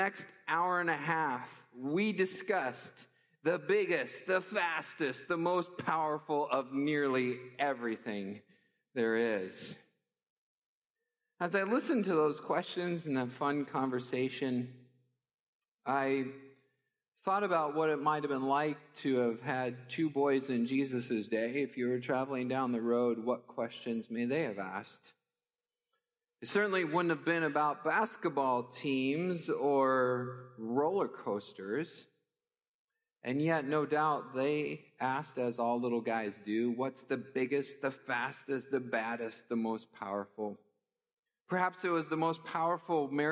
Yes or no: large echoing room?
yes